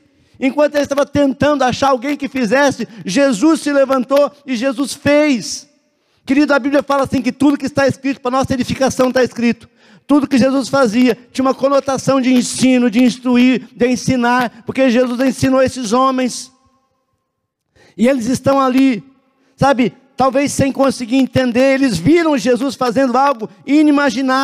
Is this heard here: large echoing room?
yes